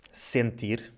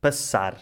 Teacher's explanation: o som é S sem vibração das cordas vocais.